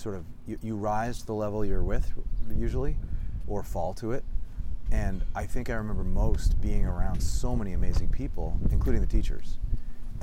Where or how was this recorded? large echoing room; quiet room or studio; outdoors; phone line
outdoors